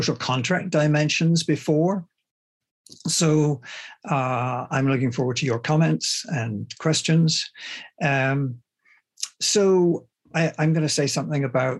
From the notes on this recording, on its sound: The seminar took place over Zoom